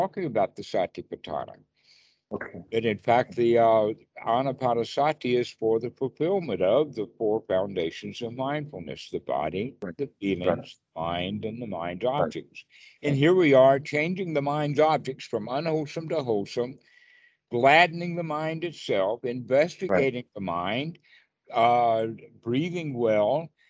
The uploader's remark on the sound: skype calls on this channel